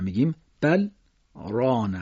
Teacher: لام در ره ادغام نمیشه · Term: سکت